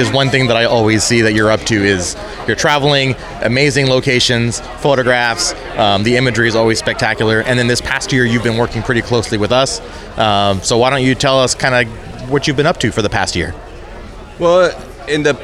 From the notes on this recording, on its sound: recorded at the 2019 Sea Otter Classic in Monterey, CA